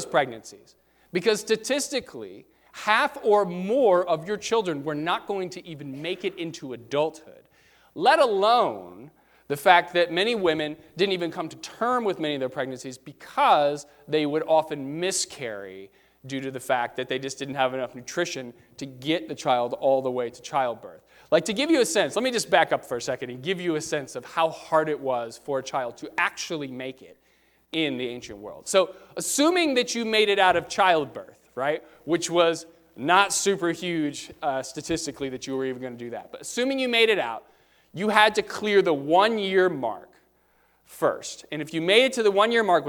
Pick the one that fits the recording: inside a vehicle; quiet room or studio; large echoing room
large echoing room